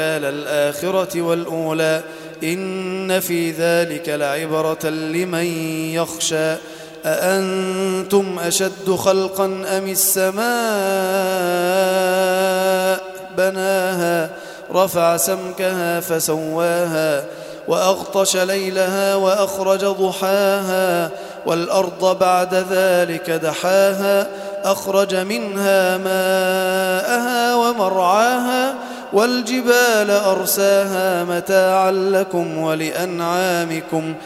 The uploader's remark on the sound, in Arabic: تم تسجيل التلاوة من صلاة التهجد بمسجد الفاروق عمر بمدينة العبور